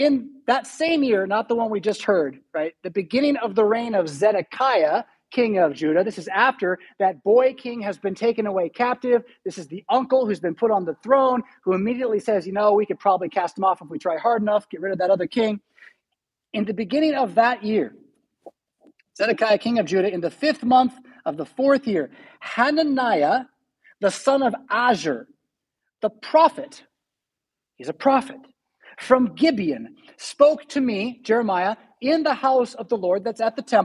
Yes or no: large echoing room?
yes